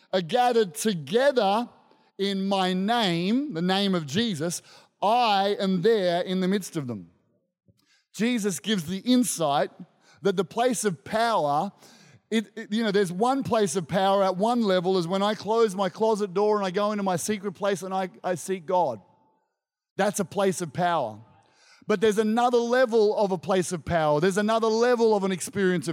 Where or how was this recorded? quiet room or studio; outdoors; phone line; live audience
live audience